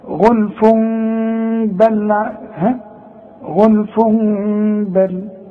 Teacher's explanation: بقلب التنوين الى ميم وبخف الميم وبغنة